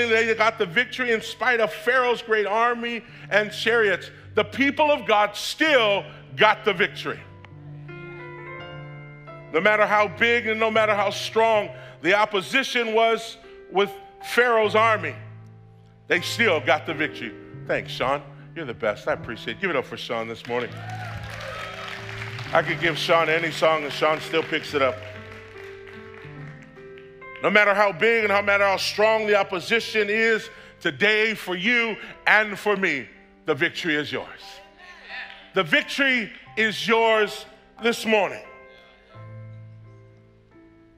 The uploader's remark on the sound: preached on December 26th at the 10AM service